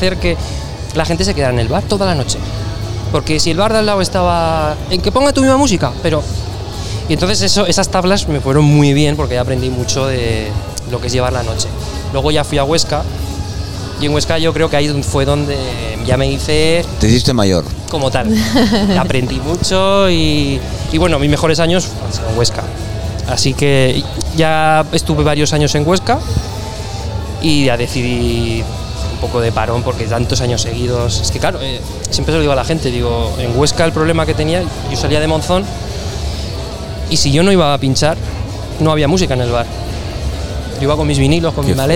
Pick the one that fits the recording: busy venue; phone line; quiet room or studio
busy venue